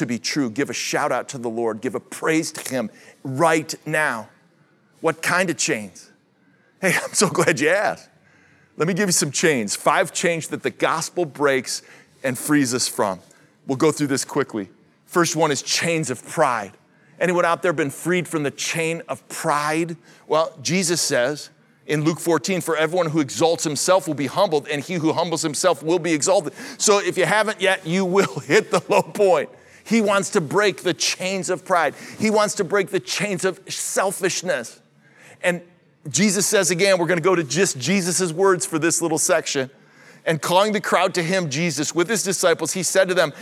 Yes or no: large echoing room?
yes